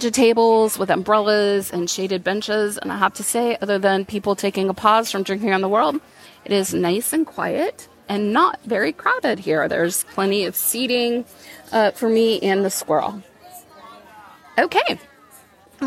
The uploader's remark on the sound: I come to you live from Epcot's Flower and Garden Festival. Pop over to Hollywood Studios.